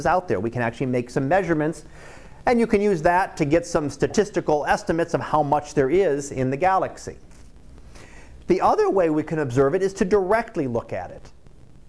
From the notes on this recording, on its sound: Live Class Lecture 2018 Oct 18.